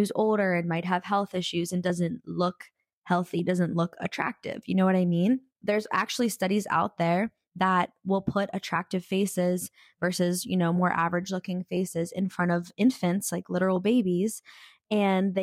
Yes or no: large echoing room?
no